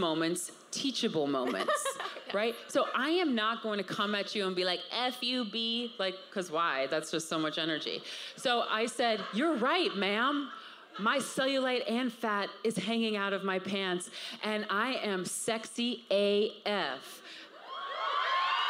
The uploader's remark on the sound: LIVE from #CreateCultivateNYC. Coming live from the #CreateCultivateNYC main stage.